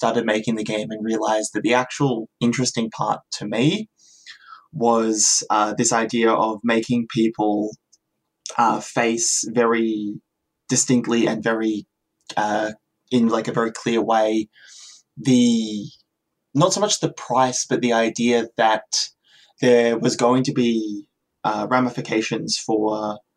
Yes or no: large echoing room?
no